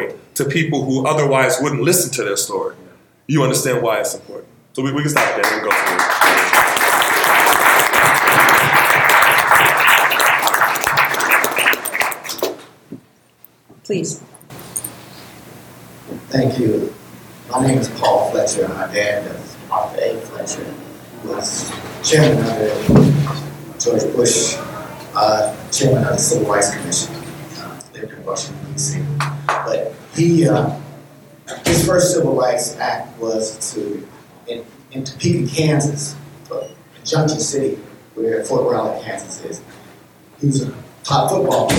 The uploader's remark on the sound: In this live episode of the Fiction/Non/Fiction podcast, recorded at the 2018 Miami Book Fair.